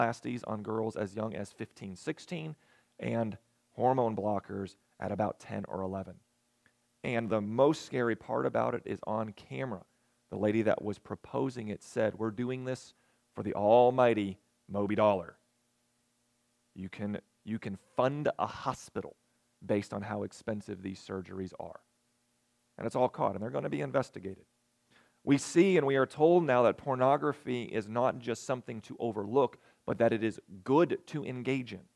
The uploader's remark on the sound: recorded the evening of September 24, 2022, at Ringgold Seventh-day Adventist Church.